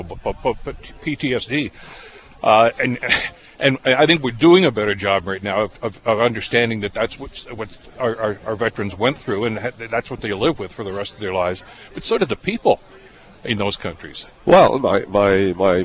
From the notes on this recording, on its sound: Live from Gore Park. Live broadcast from Veteran's Place, in downtown Hamilton, Ontario.